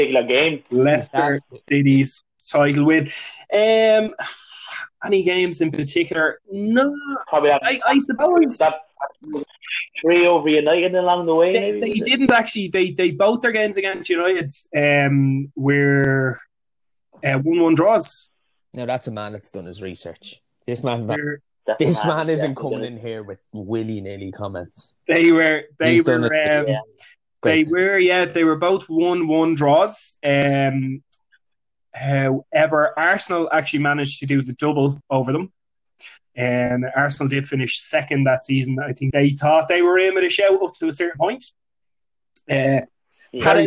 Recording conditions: drop-outs